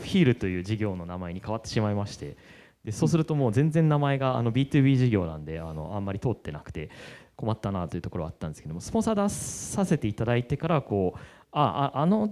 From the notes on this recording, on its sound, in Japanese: YAPC::Hiroshima 2024 公開収録スペシャル。YAPC::Hiroshima 2024内のランチタイムセッションとして公開収録を行った様子をお送りします。